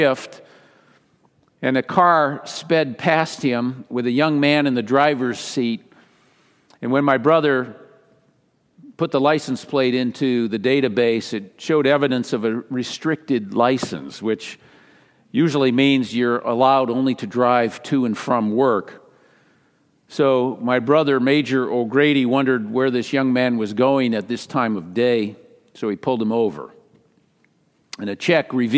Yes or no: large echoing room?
yes